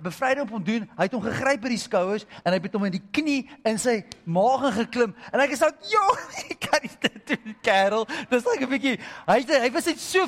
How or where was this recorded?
large echoing room